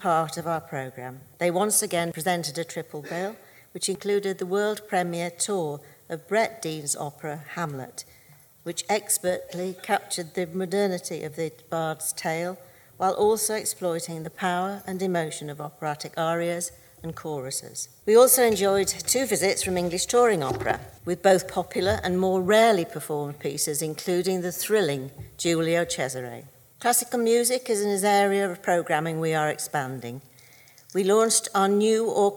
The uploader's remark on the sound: Recorded live at this year’s Centre Stage event. Norwich Theatre Royal.